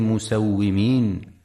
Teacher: في كلمة مسومين ينتبه القارئ برواية حفص لكسر الواو وعدم فتحها، فلا يقرأ مسومين.